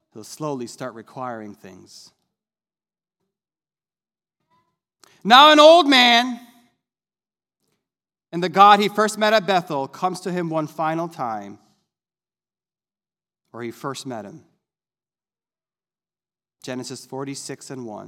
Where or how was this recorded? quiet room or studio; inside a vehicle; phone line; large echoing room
large echoing room